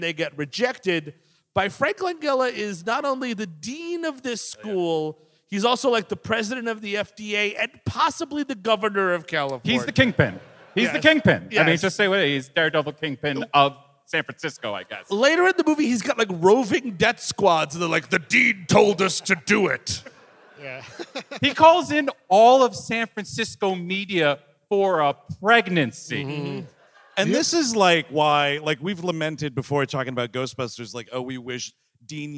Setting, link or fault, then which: setting, live audience